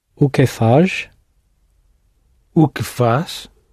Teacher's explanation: And we're left with fash. Because a Z at the end is pronounced sh normally.